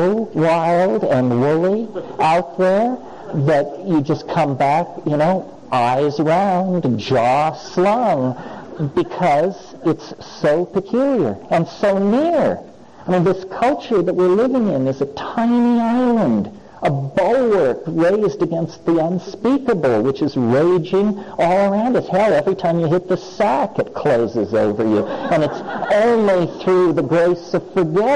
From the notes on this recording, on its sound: The second part of a talk. Answers questions from the audience.